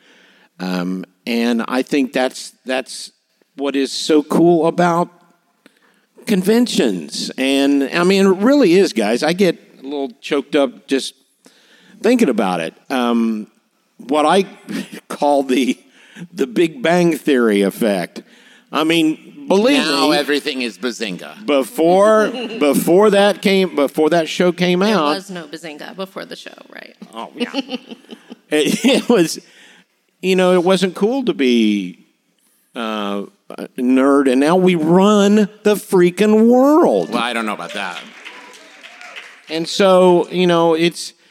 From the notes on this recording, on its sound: This week’s episode is the LIVE panel from Emerald City Comic Con!